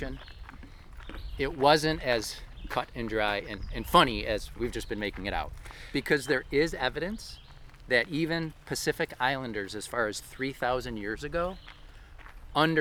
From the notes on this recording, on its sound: This episode was recorded on July 14, 2019 at the Reinstein Woods Nature Preserve in Cheektowaga, New York.